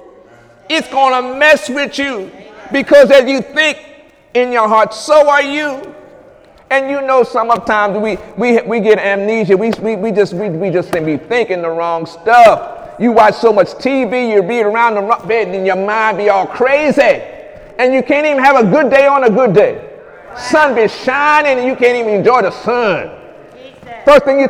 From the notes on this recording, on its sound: During Sunday morning service on April 1, 2018